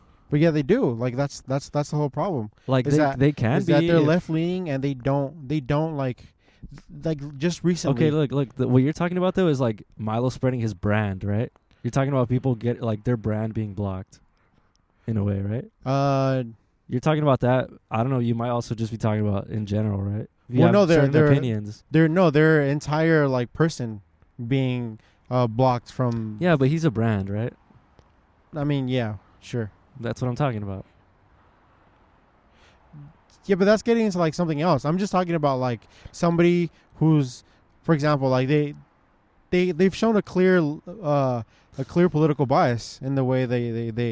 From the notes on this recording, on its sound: Pod outside our local World Famous DONUT MAN.